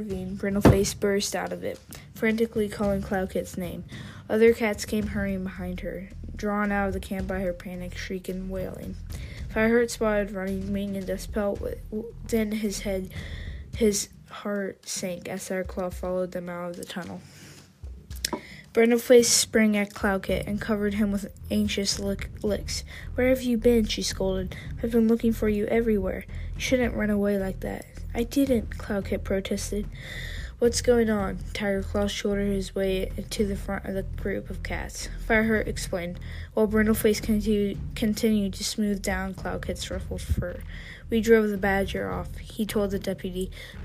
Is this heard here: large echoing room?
no